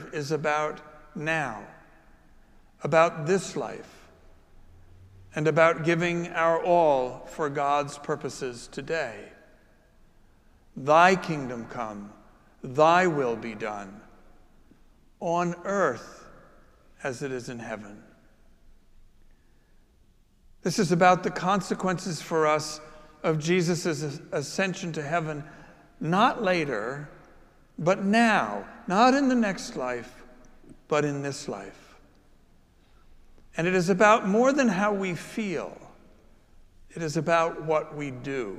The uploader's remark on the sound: Preached at our celebration of Holy Eucharist on the Seventh Sunday of Easter. Following his sermon, he administered the sacrament of Confirmation.